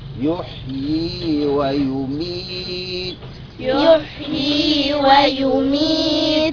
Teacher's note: وقفنا عند التاء. نقف بهمس التاء. همس التاء.